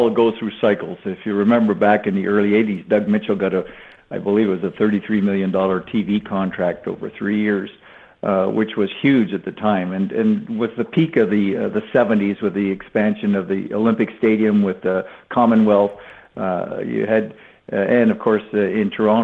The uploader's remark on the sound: We stream live weekdays between 10am and 12pm EST! We are joined on the phone.